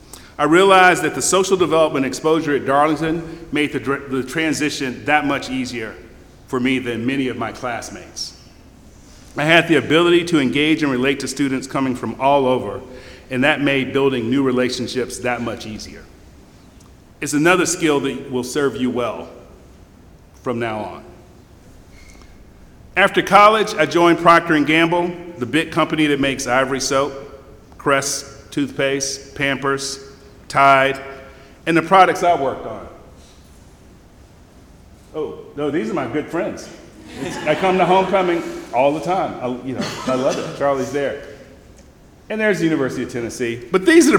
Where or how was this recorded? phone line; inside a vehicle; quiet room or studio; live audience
live audience